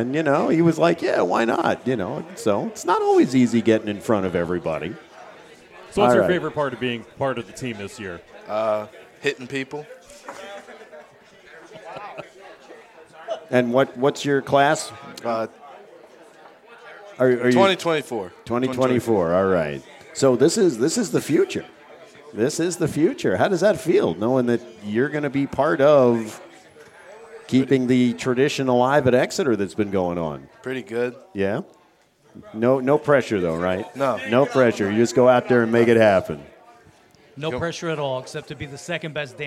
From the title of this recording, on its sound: The Exeter Football Roundup LIVE from The New Bertie's Inn